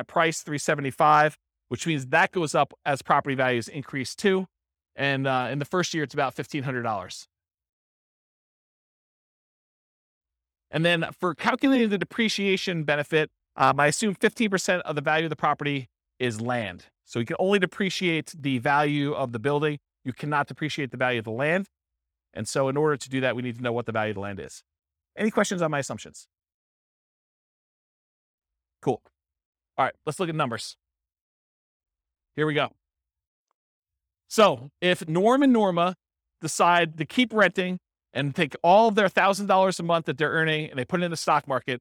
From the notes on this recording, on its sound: This was a live class recorded